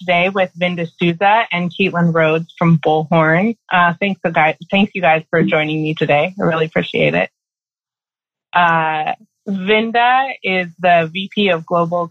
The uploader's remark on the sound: sits down (to a Zoom call)